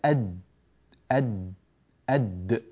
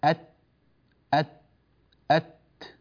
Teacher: فطرف اللسان مع أصول منابت الثنايا العليا من الداخل وليس من الخارج، من الداخل، هذا مخرج الطاء والدال والتاء.